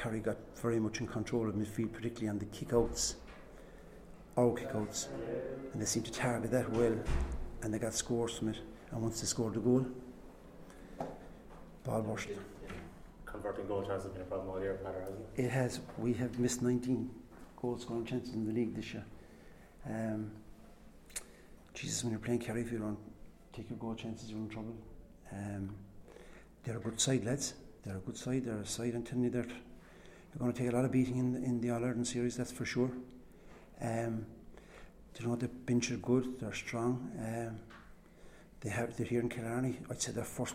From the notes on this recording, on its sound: Full Press Conference. Post Munster Final.